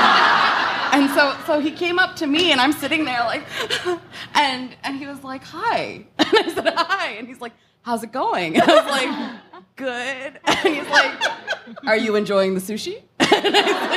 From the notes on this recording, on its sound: Live from The Strand. We have audio, courtesy of the fine folks at The Strand!